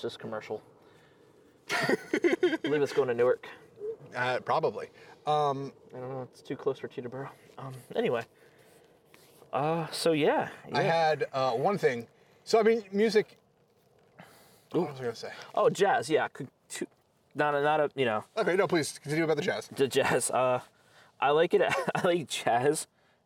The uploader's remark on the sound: Record outside. It was such a gorgeous night that the two kept on talking in the great outdoors about life and everything.